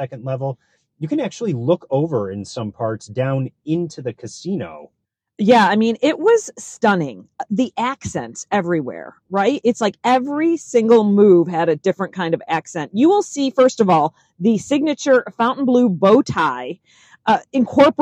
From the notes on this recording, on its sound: We hopped in our car and recorded this right after our tour, so it was fresh on our mind.